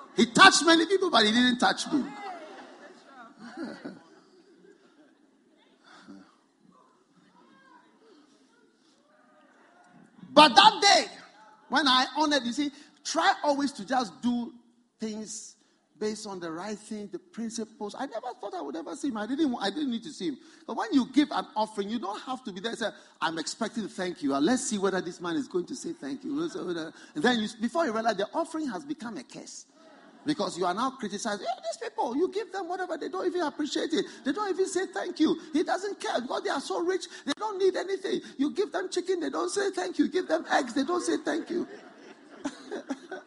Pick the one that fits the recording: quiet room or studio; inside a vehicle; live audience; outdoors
live audience